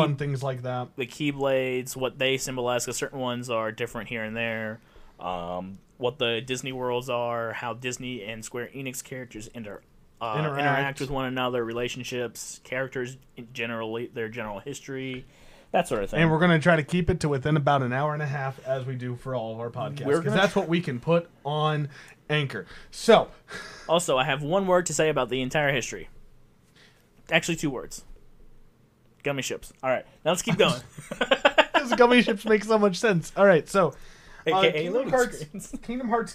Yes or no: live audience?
no